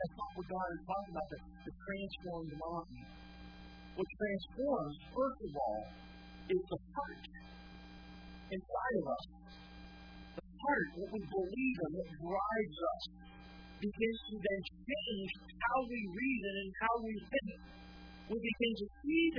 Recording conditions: large echoing room